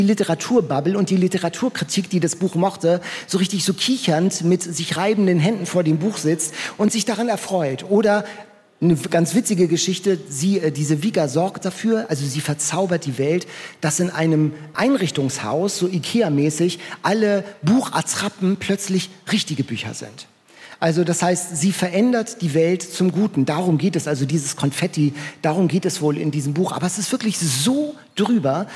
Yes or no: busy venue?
yes